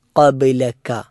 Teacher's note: ഖബിലക എന്ന അവസാനത്തെ കാഫാണ്. എന്നാൽ തുടക്കത്തിലുള്ള ഖാഫ് അത് തൊണ്ടയുടെ മുകളിൽ ഭാഗത്ത് അണ്ണാക്കിൽ സ്പർശിക്കുന്ന രൂപത്തിൽ ഉച്ചരിക്കേണ്ട അക്ഷരമാണ്. ആ രണ്ട് ഖാഫും കാഫും തമ്മിൽ വ്യത്യാസമുണ്ട്.